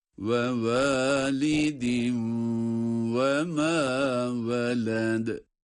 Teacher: Veled kelimesinde de sondaki dal yine ince okunan galgale sıfatının da uygulandığı bir harftir. Yine hem galgale yapıyoruz hem ince olarak okuyoruz.